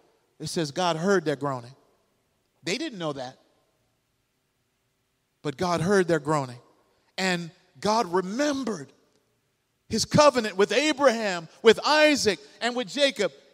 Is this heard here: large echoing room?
yes